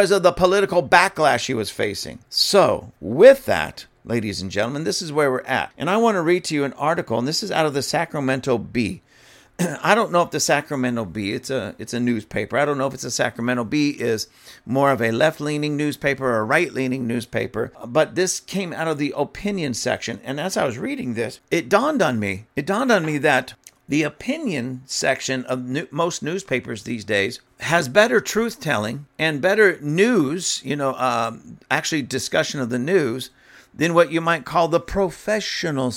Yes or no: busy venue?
no